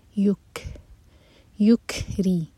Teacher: کیف پر دمہ نہیں ہے نا، کیف پر ہے سکون، اور جب بھی کیف پر سکون ہو تو وہاں ہمیں ہمس کرنی ہوتی ہے، یعنی کہ ہم نے سانس کو جاری رکھنا ہے. یک، یک ری، ری کے بعد ہا کا ادغام ہو رہا ہے، ادغام متماثل.